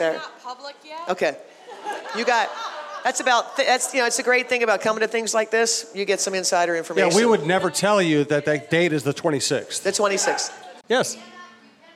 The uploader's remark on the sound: Live from Pizza Luce.